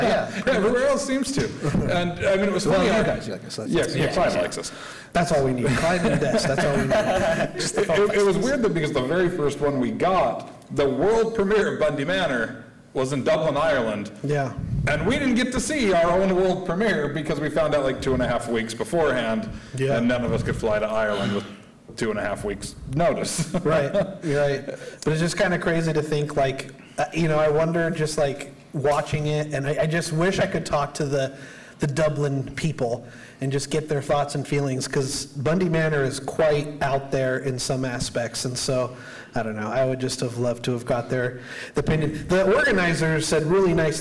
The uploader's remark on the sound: LIVE from SDCC 2023. We are coming to you LIVE from San Diego Comic-Con!